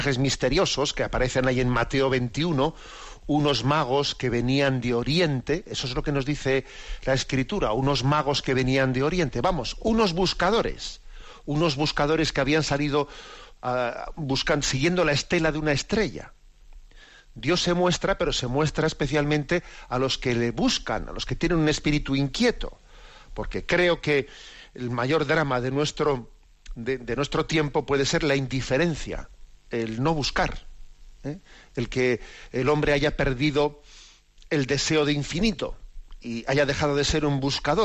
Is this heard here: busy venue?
no